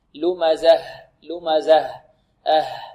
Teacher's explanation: عند الوقف على لمزة لابد من توضيح ماذا؟ الهاء · Term: توضيح الهاء